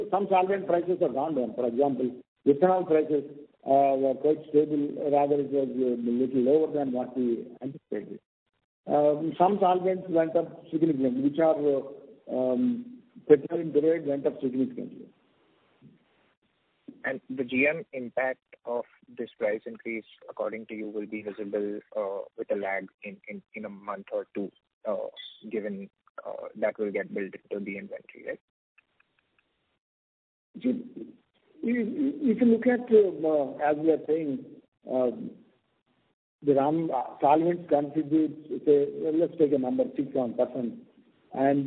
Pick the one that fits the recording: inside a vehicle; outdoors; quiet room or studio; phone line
phone line